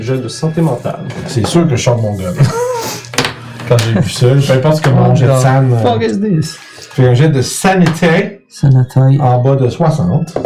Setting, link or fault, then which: fault, poor sound quality